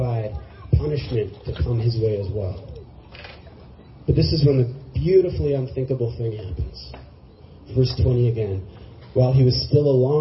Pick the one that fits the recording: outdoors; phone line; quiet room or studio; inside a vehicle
outdoors